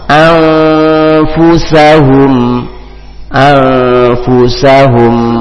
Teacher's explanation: nun mati ketemu fa maka dibaca ikhfa samar-samar